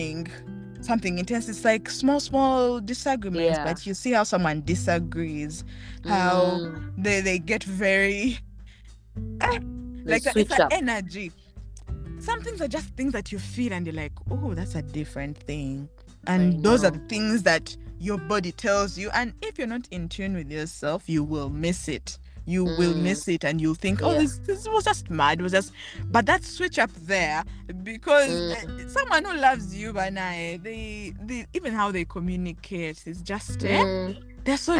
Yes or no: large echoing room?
no